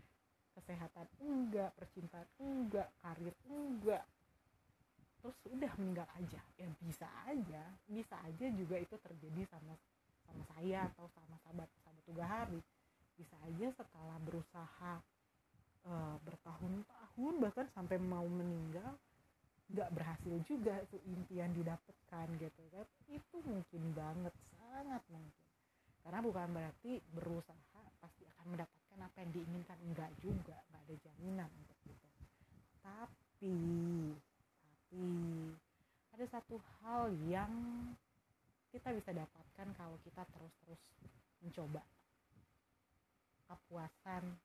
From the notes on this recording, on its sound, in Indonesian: Sorry kalau suara rekamannya raw banget. Soalnya impulsif aja rekaman dan upload.